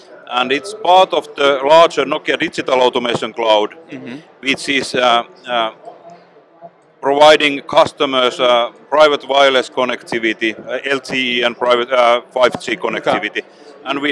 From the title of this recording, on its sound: Live From Hannover Messe 2023